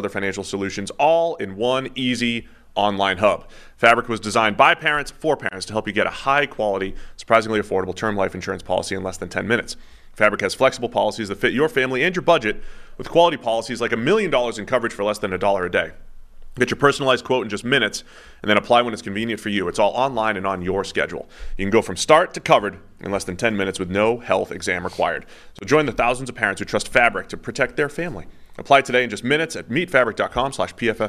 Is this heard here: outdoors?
no